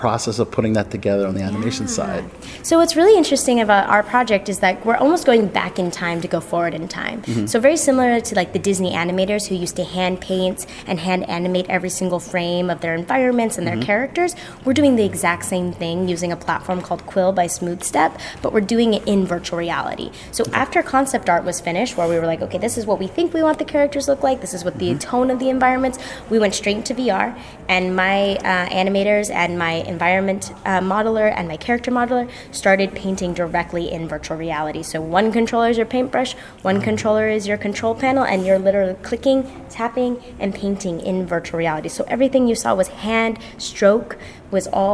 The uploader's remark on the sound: interviews from the 2023 Tribeca Festival